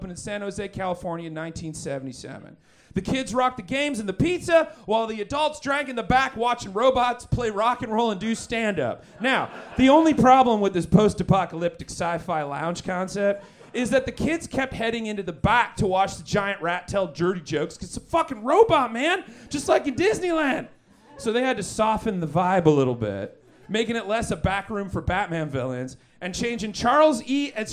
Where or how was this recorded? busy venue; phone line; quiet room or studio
busy venue